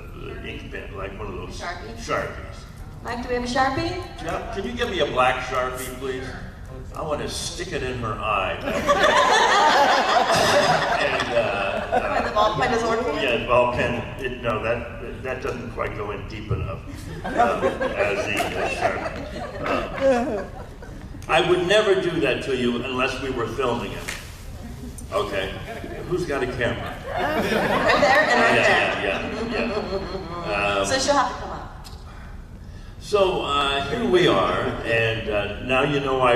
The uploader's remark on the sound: panel, Days of the Dead Atlanta, August 29, 2021